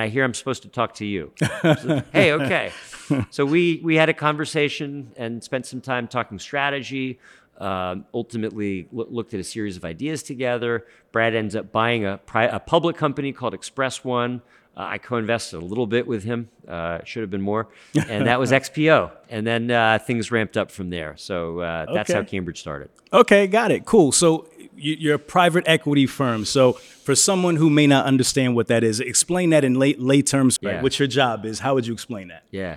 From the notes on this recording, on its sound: LIVE from Manifest in Las Vegas, NV. Electro-Voice RE320 DYNAMIC MICROPHONE.